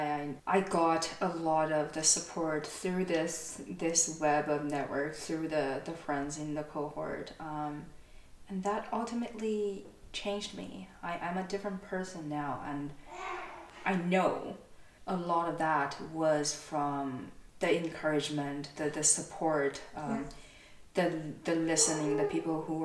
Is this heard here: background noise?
yes